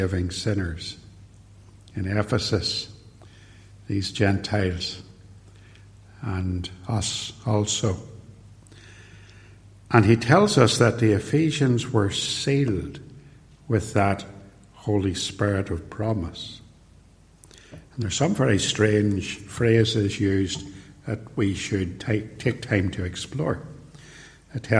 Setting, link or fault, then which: setting, large echoing room